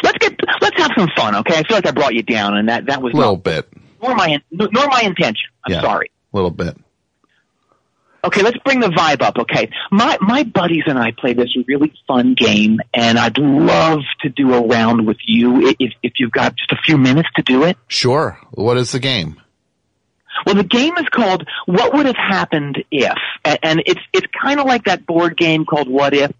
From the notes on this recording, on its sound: Phones ring. Callers who have NEVER called The Best Show!